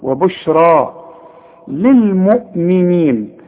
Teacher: وبشرى عند الياء بتتحول إلى ألف عند النطق